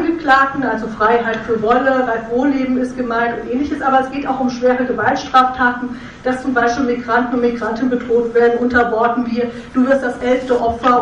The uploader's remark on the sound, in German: Mitschnitt der Veranstaltung vom 21.11.2014 im frei*raum in Passau